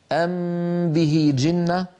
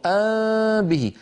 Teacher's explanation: الشفتان تريدان أن تنطبقا وأنا رغما عنهما أجافيهما عن بعضهما · Shown in: second take · Term: الفرجة بين الشفتين